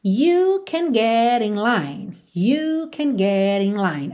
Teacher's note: Aqui ela juntou get in com rarara.